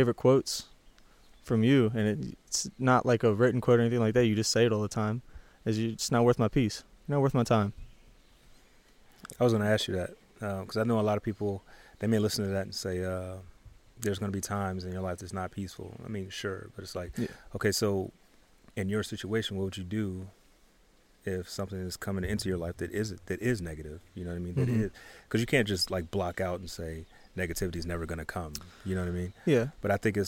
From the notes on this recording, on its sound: This podcast episode was recorded outside in the middle of Yosemite. Birds and river.